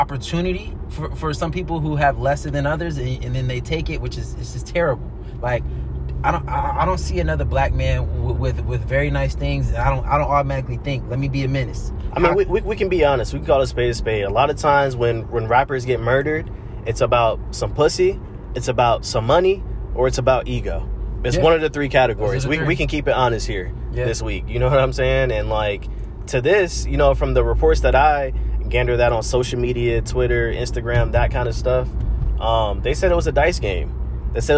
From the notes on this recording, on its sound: as we ride in the whip (never did I think I would do a podcast in the car lol)